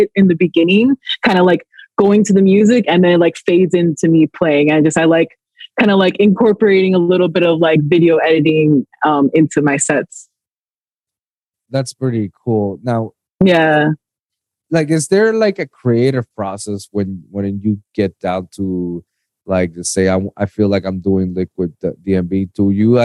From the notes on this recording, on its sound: Now, first & foremost I apologize for the video & audio recording, as soon as we were about to start recording the program that I use, OBS, was acting up so I had to recorded with Zoom.